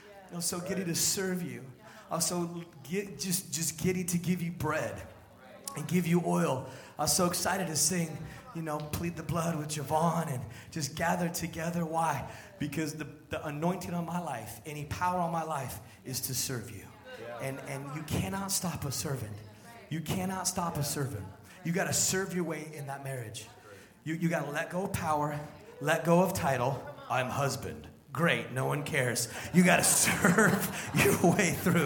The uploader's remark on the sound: Sunday Service Live Stream